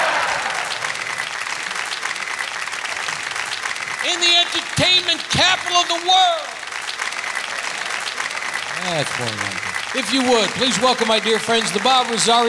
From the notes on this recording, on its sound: Live at the South Point Casino